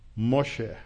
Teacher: And if you're going to make it a noun, then you change the vowels, and the first vowel becomes an O, and the second vowel becomes like a soft E